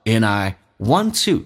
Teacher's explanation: And 不被强调可以弱化成 n